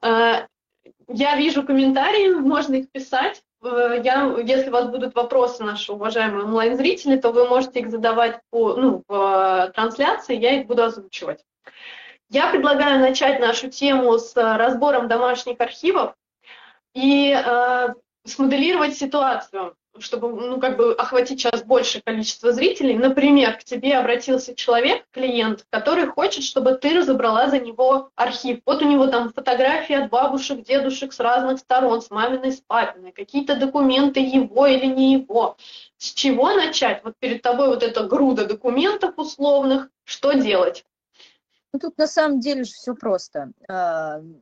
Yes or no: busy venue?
no